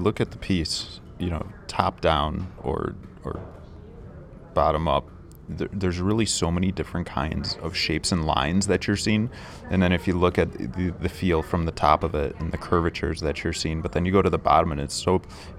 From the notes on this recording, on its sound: we decided to record a quick episode while we were setting up an art show at city hall